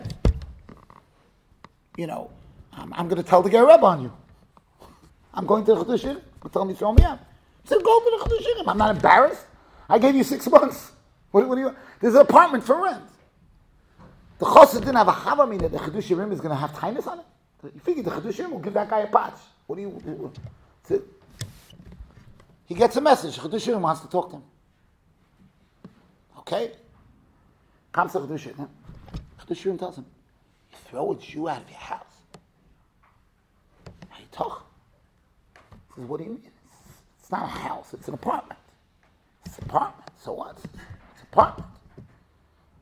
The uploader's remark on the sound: Shiur recorded in Yeshivas Ohr Reuven, Monsey, NY.